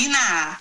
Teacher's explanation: Como se tivesse um acento no último A. Iná. E o H mudo.